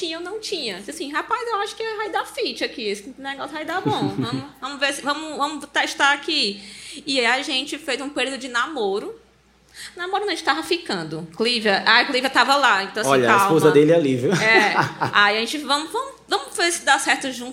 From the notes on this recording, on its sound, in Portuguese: Especial Edição Arena. Com um público incrível!